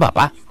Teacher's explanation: En papá, esa segunda P lleva un poquito de la carga de cómo teníamos la boca en la A, y no será lo mismo entonces la A, que escucharemos a distancia bien, que pronunciaremos cuando lo que hay antes es una P, que la que pronunciaremos cuando lo que hay antes es una B. · Term: coarticulación